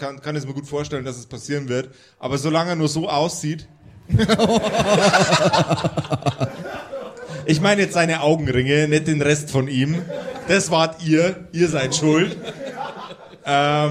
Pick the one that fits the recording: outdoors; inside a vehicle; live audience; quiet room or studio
live audience